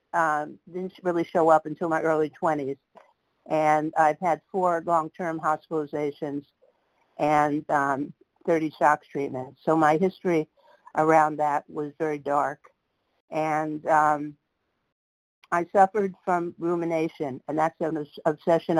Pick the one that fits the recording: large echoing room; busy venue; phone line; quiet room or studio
phone line